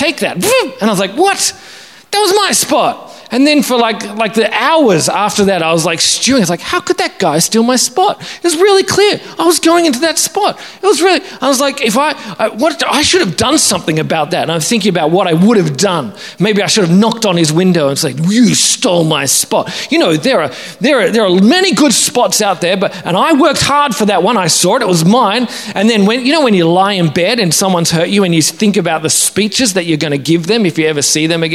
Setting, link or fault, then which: setting, large echoing room